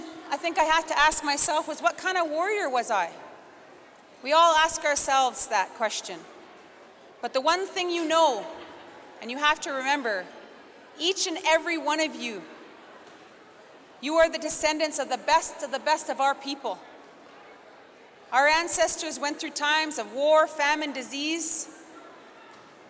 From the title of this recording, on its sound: Recordings from the 2022 Siksika Health Fair